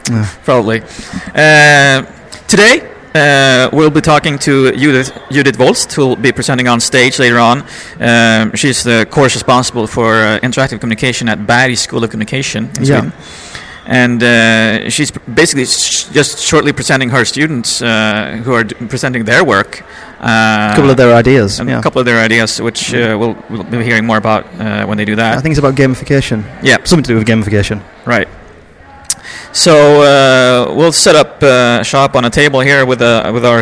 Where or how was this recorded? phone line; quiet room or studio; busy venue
busy venue